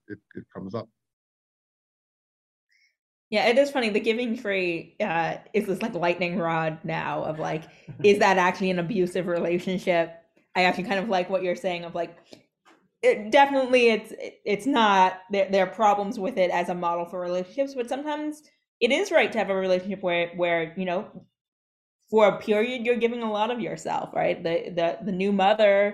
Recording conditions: video call